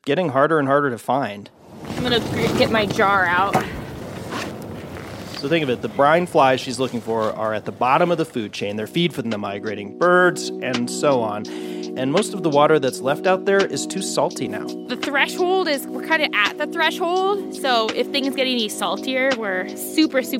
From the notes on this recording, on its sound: audio field trip to the endangered Great Salt Lake